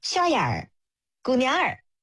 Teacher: 杭州话当中它的这个儿其实都是分开的音节，它不会卷舌头 · 杭州话的这个儿呢，它是清清楚楚，它是得独立的读出来的，放在明面上的